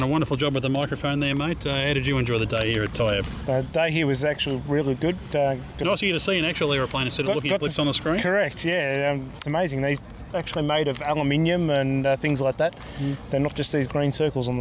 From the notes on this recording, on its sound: Live on the Ramp at Tyabb Airshow. On the ramp at Tyabb airport following the Tyabb Airshow 2012.